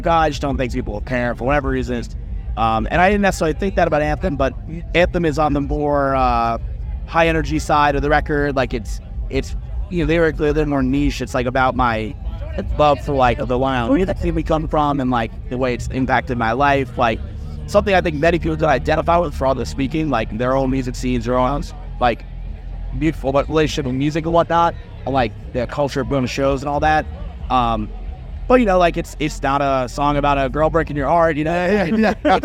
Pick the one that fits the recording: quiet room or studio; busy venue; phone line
busy venue